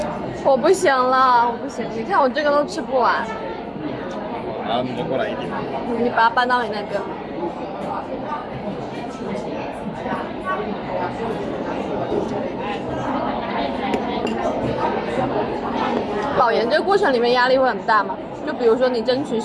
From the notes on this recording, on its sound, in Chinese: 是朋友来学校附近找我吃饭，顺便的聊天录音。环境嘈杂，多多包涵。